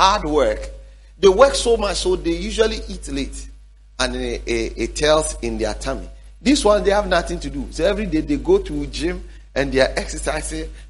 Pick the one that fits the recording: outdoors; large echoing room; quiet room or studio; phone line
large echoing room